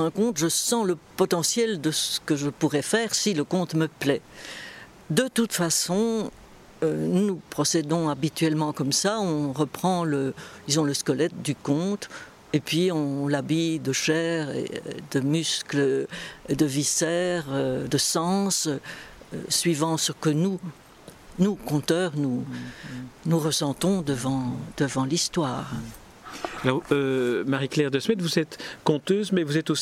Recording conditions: busy venue